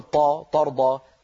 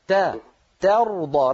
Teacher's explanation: رقق التاء وفخم الراء · Shown in: second take